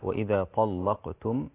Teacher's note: اللام مغلظة بعد حرف الطاء هنا، وإذا طلقتم، وهذا خلاف بينه وبين حفص، فحفص يقرأ بترقيق اللام أما ورش فيقرأ بتغليظ اللام.